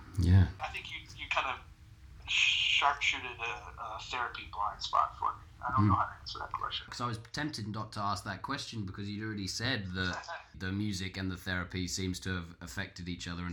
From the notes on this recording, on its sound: As Seattle isn't around the corner to London we had a phone call interview.